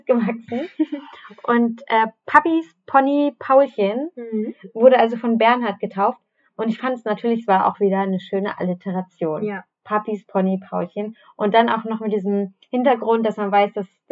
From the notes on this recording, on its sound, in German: Bessere Aufnahmequalität gibt es ab Folge #03.